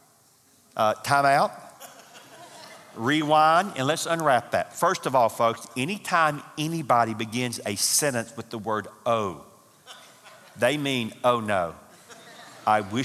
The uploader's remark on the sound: from the 2018 marriage conference hosted at Parkwood.